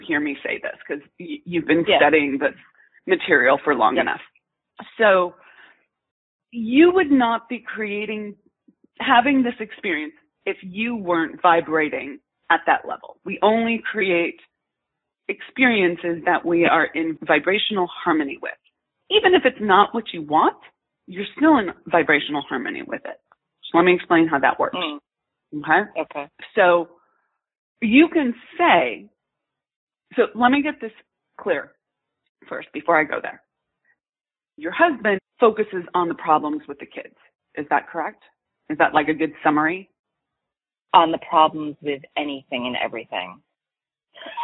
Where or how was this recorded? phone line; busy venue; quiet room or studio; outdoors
phone line